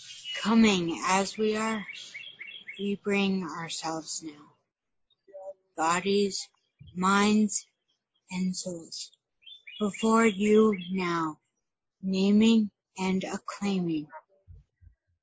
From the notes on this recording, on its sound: recorded it long-distance but were able to share the sounds of nature, being serenaded by the birds